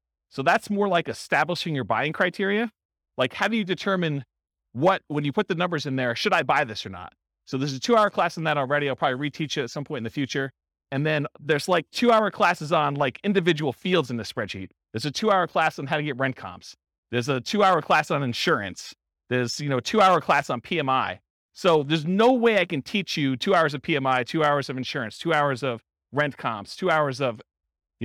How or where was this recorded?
live audience